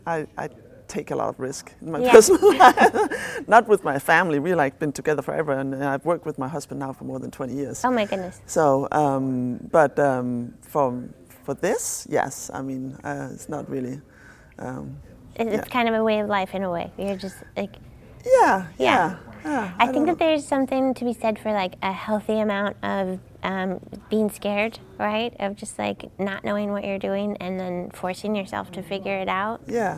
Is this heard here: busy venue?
yes